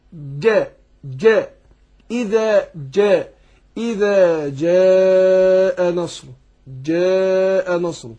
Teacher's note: أنا عايز الجيم برضو مسألة تقريبية أن تبقى قريبة من الدال أقرب من الشين · Term: تعطيش الجيم